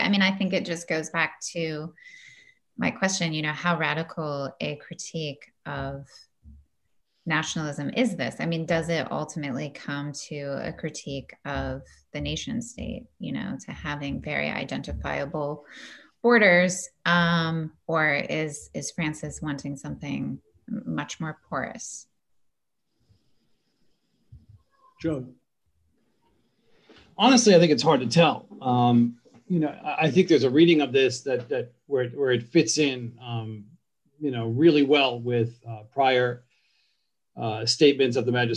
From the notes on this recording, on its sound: An online panel discussion